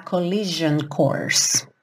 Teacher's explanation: Esse S vai ter um som de J